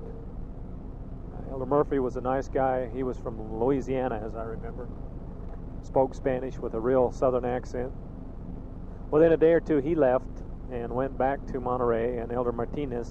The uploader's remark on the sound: Driving Home from work.